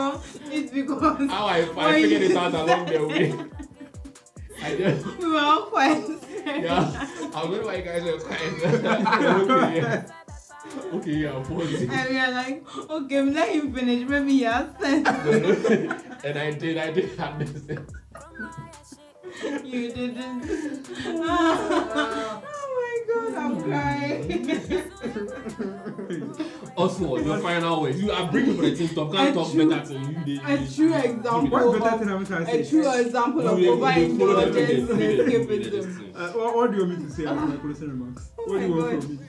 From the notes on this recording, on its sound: Apologies for the poor quality of audio.